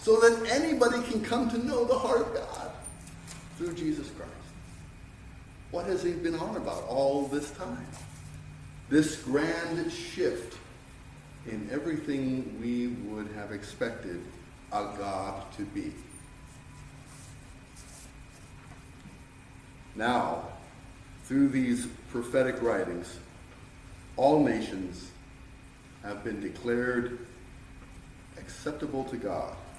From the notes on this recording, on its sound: Sermon preached on 12-24-2023